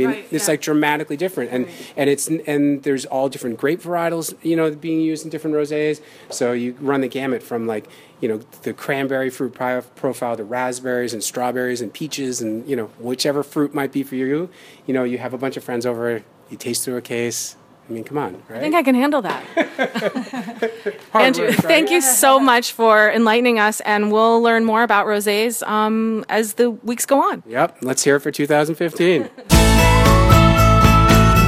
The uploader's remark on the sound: Recording from Ambulance Brew House in Nanuet